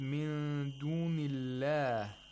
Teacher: It's another ikhfa, but other than that, his intonation is rising on the word Allah, because this is a question. · Term: rising tone